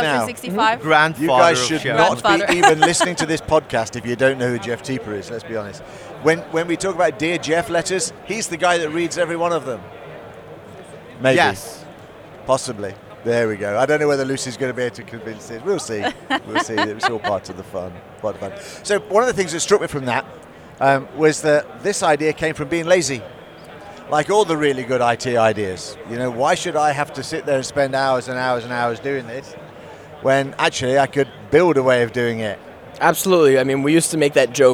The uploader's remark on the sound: The boys are in Amsterdam at ESPC23 and bring the spectacle of M365Distilled, live from the CoreView booth! Picture this: a room buzzing with energy, the smell of fresh Stroopwafels in the air.